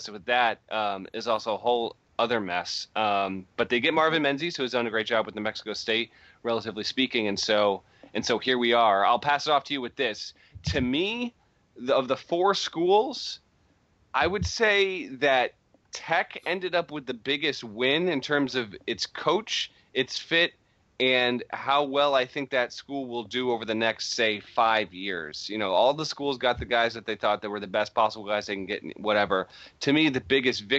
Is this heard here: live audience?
no